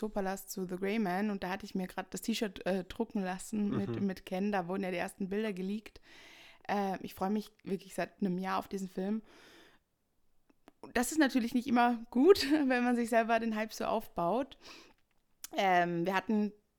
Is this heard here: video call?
no